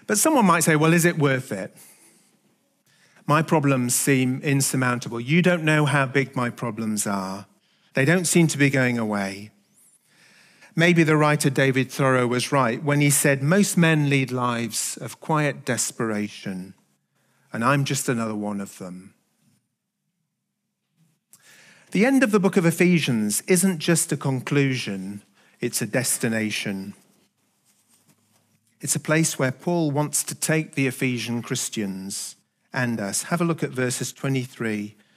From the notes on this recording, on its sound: Recorded at the Hukanui Bible Church morning service on Sunday the 22nd of October 2023 during the 10:00 am service.